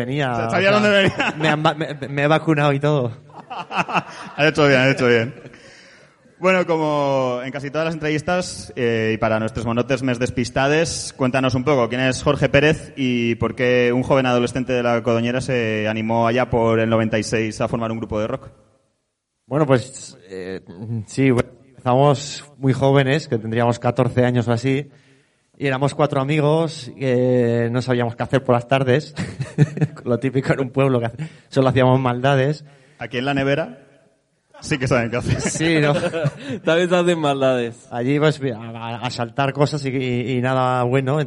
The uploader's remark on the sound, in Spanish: En directo desde CSA A Ixena. Regalamos cosicas a les Monoters presentes.